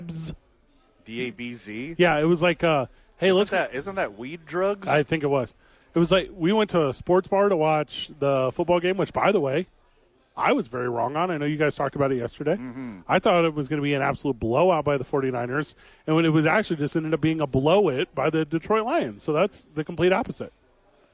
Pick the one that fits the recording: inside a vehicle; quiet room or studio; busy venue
busy venue